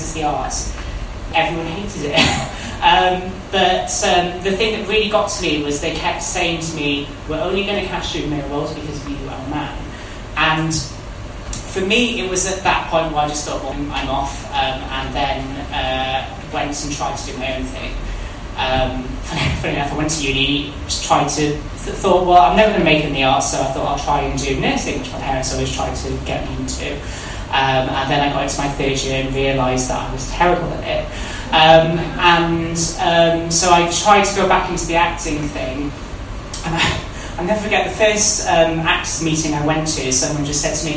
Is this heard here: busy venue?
yes